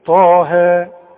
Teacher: ده الطاء تخينة والهي مرققة